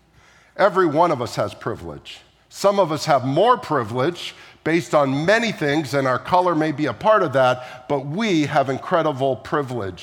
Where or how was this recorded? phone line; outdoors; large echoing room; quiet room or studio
large echoing room